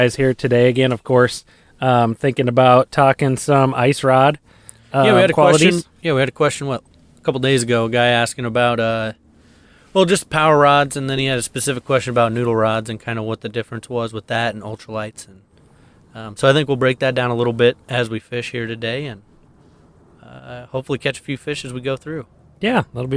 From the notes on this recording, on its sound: Check in with the guys as they record out on the ice on a small urban pond.